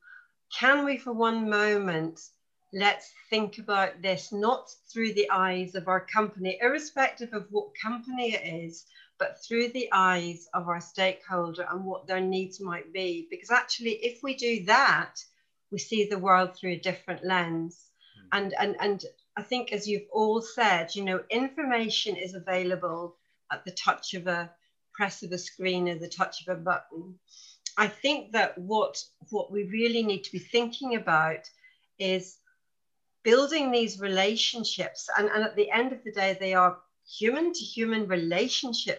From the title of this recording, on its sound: 2021 Series Webinar 4